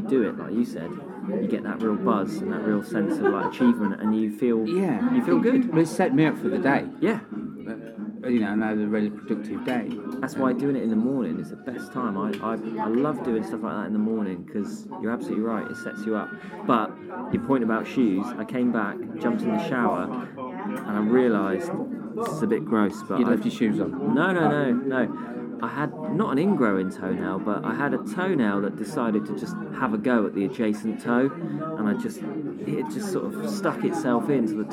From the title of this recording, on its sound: Live from the PUB!